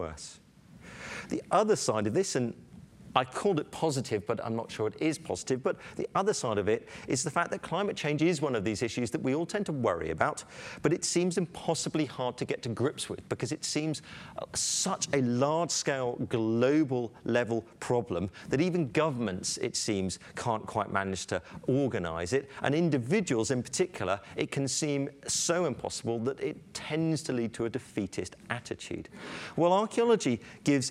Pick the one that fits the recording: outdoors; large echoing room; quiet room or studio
large echoing room